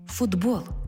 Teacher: Чому в транскрипції звук «д»? Бо глухий «т» поруч із дзвінким «б» перетворюється на дзвінкий